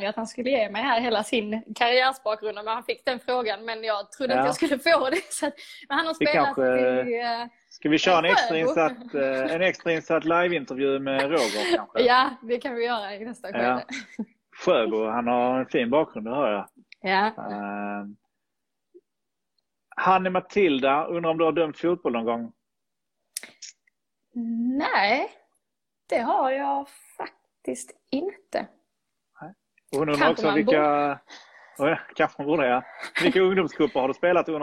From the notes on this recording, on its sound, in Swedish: Supporterhuset Live via Instagram